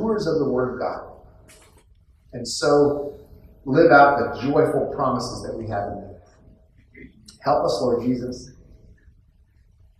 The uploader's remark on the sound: poor audio quality